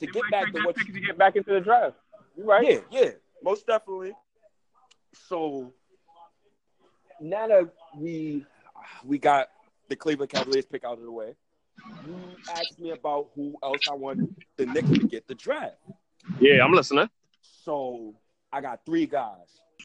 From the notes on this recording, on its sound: Calls me while I’m at work during the NbA draft.